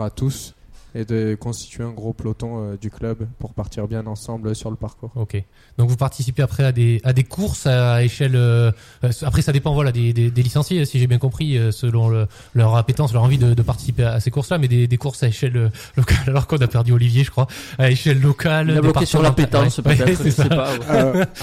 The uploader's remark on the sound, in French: Et par téléphone